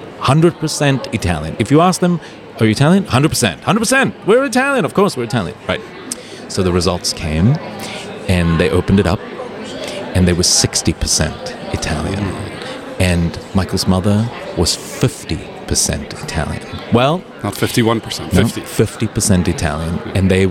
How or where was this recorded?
busy venue